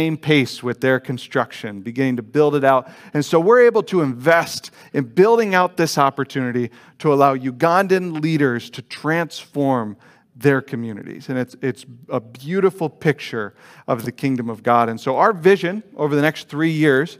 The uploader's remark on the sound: Delivered on 24 October 2021 at Grace Church of La Verne